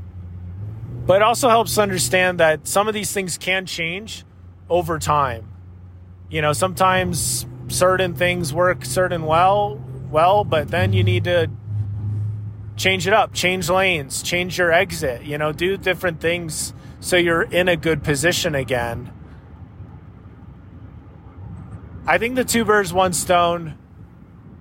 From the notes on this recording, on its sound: This was recorded in my car, so the sound quality is a bit lacking. At the time I was driving through Utah to get to the mountains of Colorado, before stopping in New Mexico for the night.